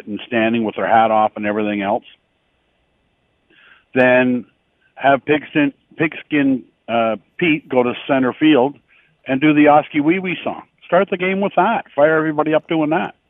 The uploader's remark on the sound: opens up the phone lines to hear your opinion